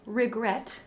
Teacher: the RE at the beginning is phoneticized as an open uppercase I